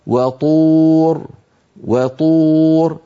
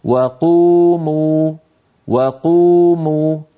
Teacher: هذه الطاء أشد تفخيما من وقوموا